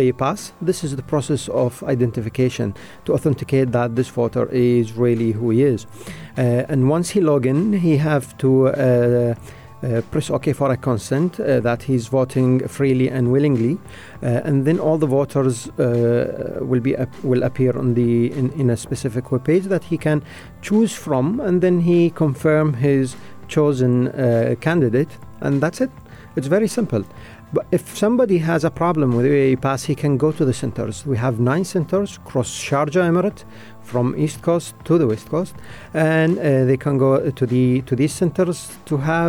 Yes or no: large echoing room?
no